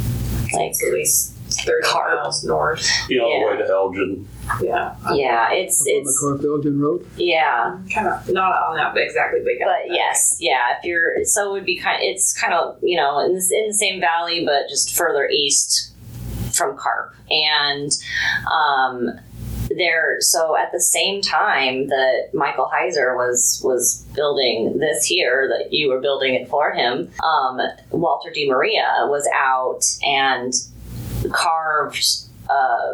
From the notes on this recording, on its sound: Near Overton, Nevada. At the Lost City Museum. Please note the conference room we used at the museum was a touch noisy, forgive us for the background noise.